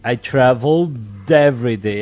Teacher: como termina com ED, é essa, a conexão vai acontecer no D e não no L